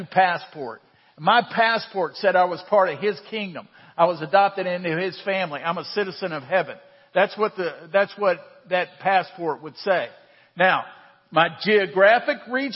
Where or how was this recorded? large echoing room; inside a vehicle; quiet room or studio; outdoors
large echoing room